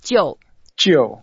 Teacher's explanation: Jiu is the fourth tone, so we go down and make it a bit longer, a bit angry, a bit dramatic.